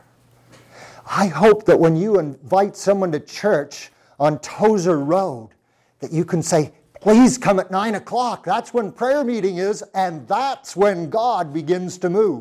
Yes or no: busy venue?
no